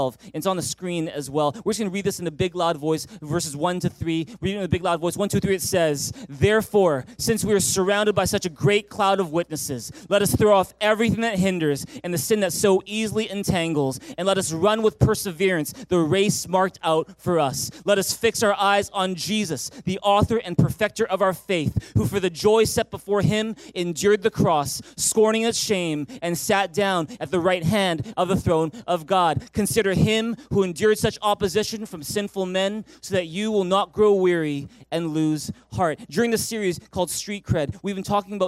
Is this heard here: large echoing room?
yes